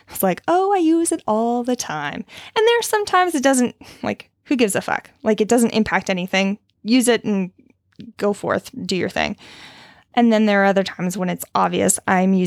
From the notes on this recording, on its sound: I made the bulk of this episode's recording sitting in my car in the gym parking lot, crying.